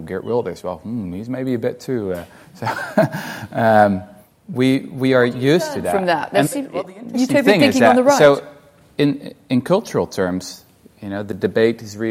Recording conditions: live audience